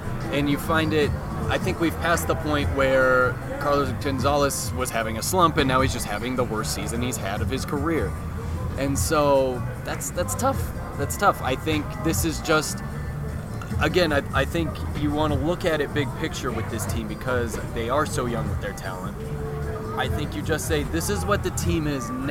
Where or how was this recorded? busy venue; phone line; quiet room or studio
busy venue